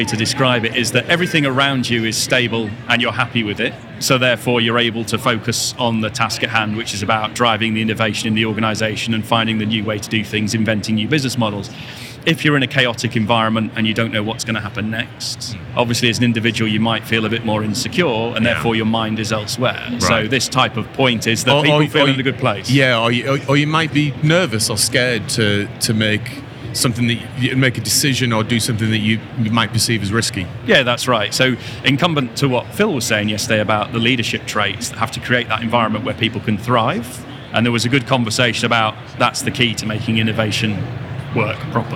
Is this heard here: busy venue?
yes